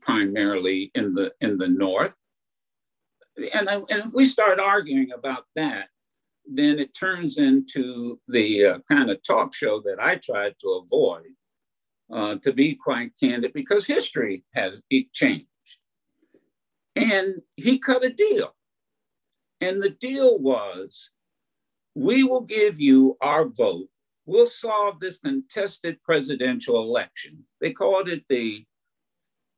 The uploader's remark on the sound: Keynote address to a virtual networking event hosted by The Michigan Banner in conjunction with the Rising of the Phoenix organization and sponsored by Delta College.